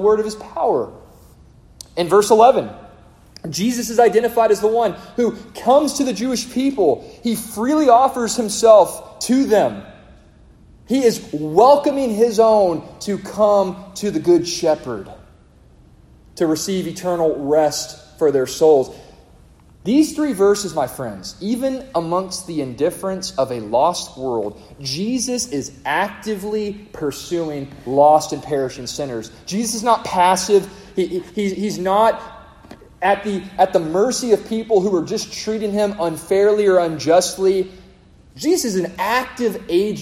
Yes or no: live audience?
yes